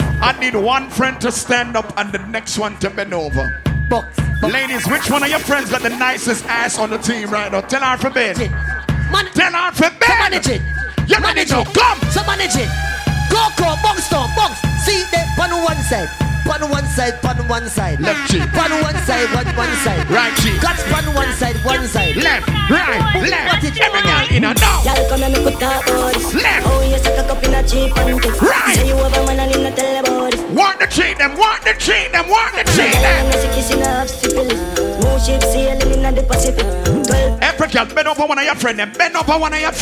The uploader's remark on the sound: Big Vibes Tuesdays 12/27/22 (LIVE AUDIO)